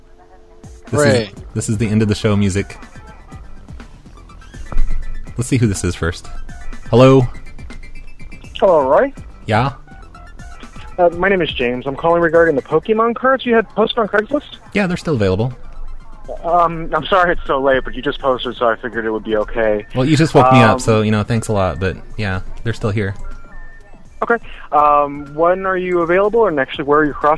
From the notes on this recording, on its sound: …'s Personal Prank Phone Calls Collection.